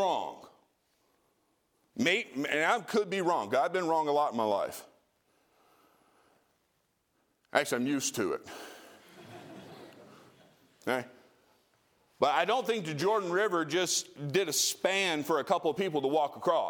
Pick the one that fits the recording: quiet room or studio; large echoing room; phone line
large echoing room